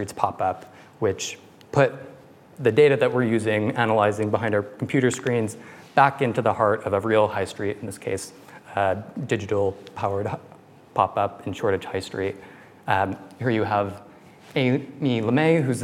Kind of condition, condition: setting, live audience